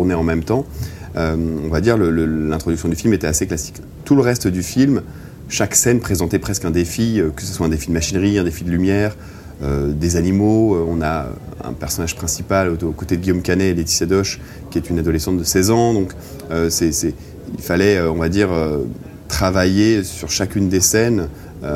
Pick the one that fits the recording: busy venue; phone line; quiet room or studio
busy venue